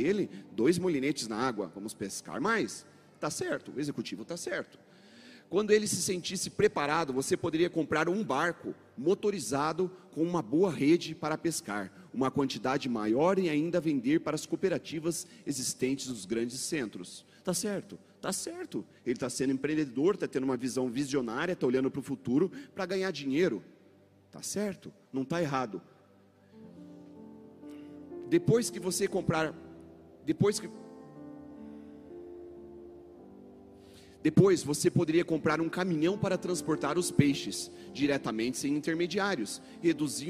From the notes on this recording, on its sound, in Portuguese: Mensagem ministradas na Comunidade Cristã Tabernáculo de Davi em Curitiba